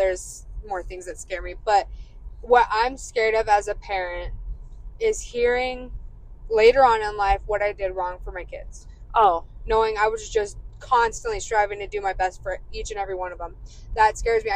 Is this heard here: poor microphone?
yes